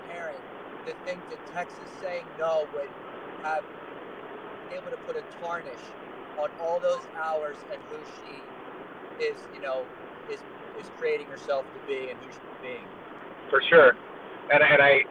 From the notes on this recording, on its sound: We took the opportunity to use our time on the road today to record the podcast since we both had hours of drive time in front of us. This was our first “on the road” episode.